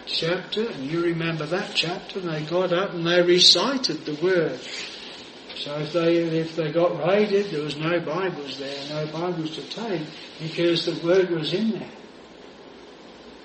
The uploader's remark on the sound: This sermon was preached at Jireh Chapel Attleborough.